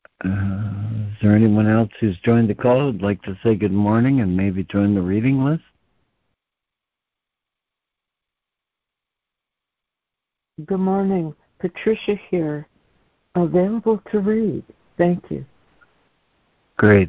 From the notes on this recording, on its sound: ACIM Daily Conference Call